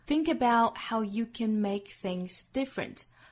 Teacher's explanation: Think about 尾部的 t 略掉 Think about how you can make things different 后面半句节奏很规整 How you can